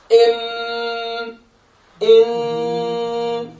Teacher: سقف الفم اللحمي ينخفض، ينزل، ينخفض، مما يسمح بمرور الهواء. تنفتح هاي الفتحة المنخرية، يمر الهواء من خلالها مارا بالحجرات الرنينية اللي هي هنا، ينتج لنا هذا الصوت الغني. · Term: الغنة